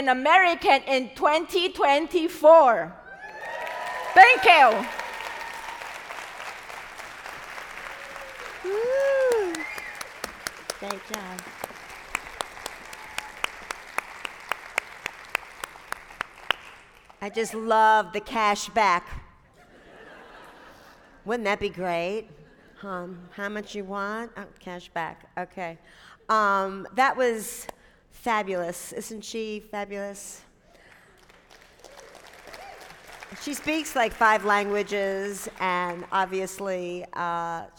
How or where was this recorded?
live audience